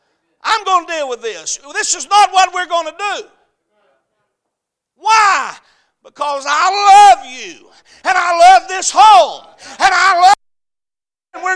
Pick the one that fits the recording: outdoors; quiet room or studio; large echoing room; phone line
large echoing room